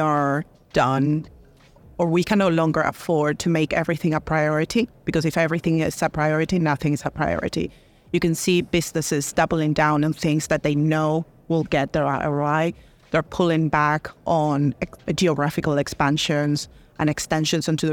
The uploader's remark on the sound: Recorded at Money20/20 USA. In this special episode of In Check with Fintech, recorded at Money20/20 USA.